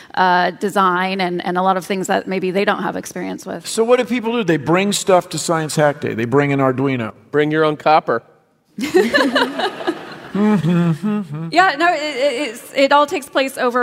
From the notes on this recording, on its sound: StarTalk Live! Citizen Science from San Francisco. Recorded live at SF Sketchfest 2017.